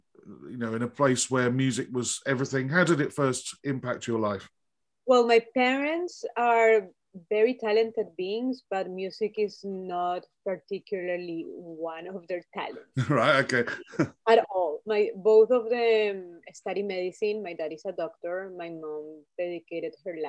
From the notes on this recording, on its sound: This interview was recorded on 1st February 2022 via Zoom.